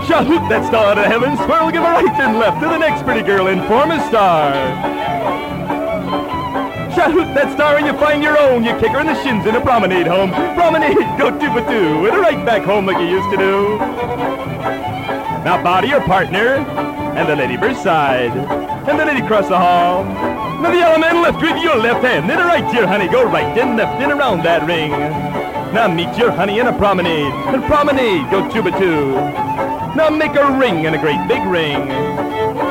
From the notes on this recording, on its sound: Live Dance Recording of Santa Monica Jubilee (1950). Calling a dance live.